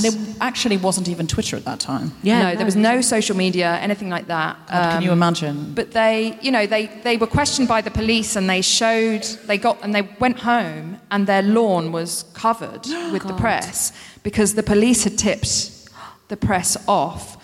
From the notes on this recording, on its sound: At The Neptune Theater in Seattle.